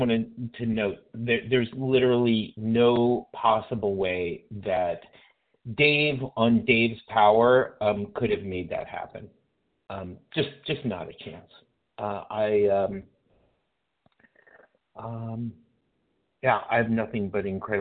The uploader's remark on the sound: from the 100 Pounders Phone Meeting